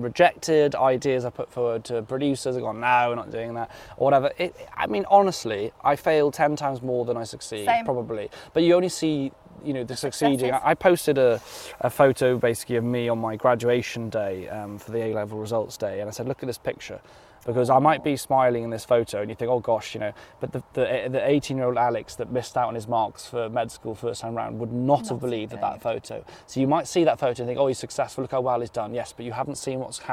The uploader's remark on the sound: conversation this week in South Loughton Valley Park